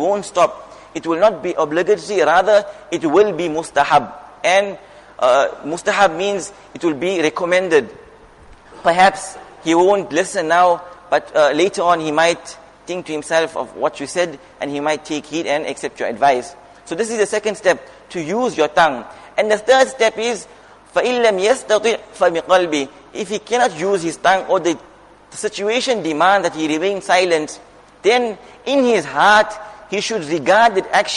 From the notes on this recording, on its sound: Jumuah Lecture at Masjid ur Rahman